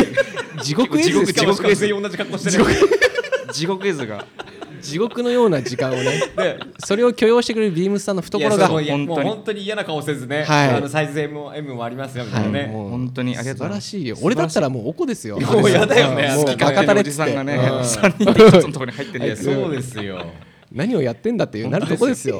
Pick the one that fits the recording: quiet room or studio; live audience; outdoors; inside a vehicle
live audience